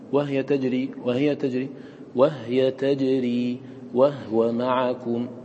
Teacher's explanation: وينبغي أن تحرصوا على إسكان الهاء، لا تختلس، بعض الناس يختلسها فيقول وهو معكم وهو معكم وهو، فتظهر كأنها مضمومة.